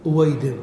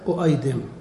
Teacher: طيب نعود إلى آدم، أصلها أأدم، صغرها آدم أربعة أحرف، تصغر على فعي عل، صغر أأدم على فعي عل، أؤيدم، أؤيدم. همزتان متحركتان في كلمة فتقلب الثانية واو · Shown in: first take